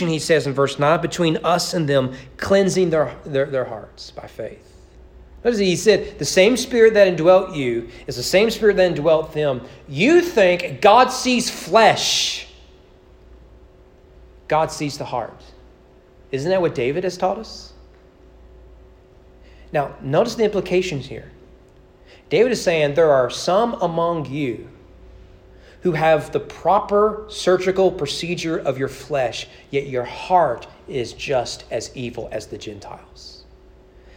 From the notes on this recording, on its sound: Sermon preached on August 31, 2022 during evening worship at East Frankfort Baptist Church.